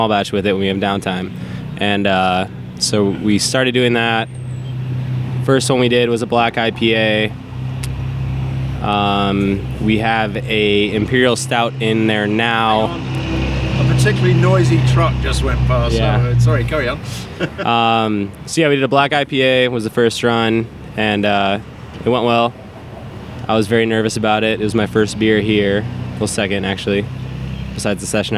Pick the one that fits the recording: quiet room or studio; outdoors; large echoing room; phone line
outdoors